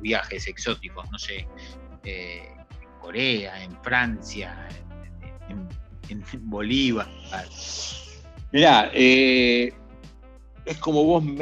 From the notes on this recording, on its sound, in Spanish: nos hizo abrir varias reuniones de Zoom porque con una sola nos quedábamos cortos